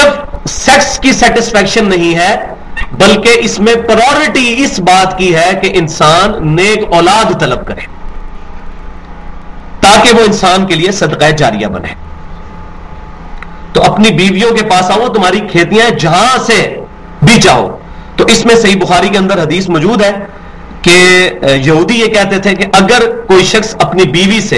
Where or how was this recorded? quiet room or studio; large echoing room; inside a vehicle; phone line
large echoing room